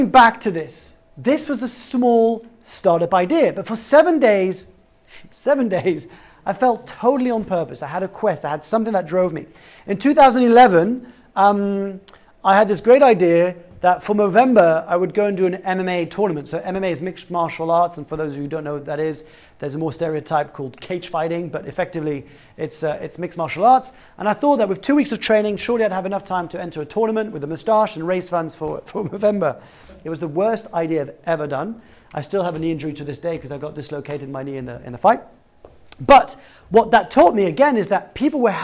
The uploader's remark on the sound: live talk from Google Campus x General Assembly